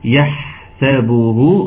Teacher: بركز على إيه؟ على تسكين الحاء جيدا